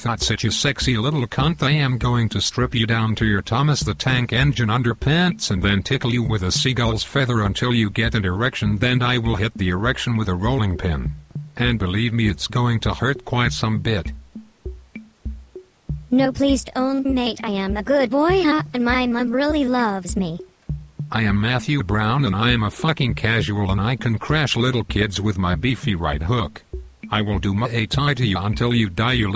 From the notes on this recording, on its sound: …'s Personal Prank Phone Calls Collection.